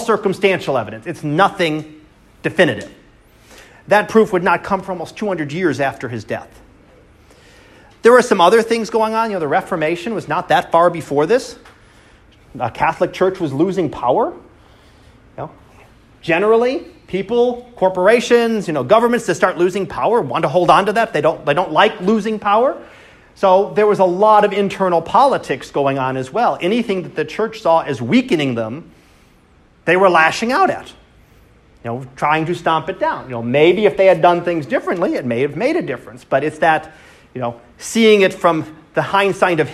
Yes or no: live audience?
yes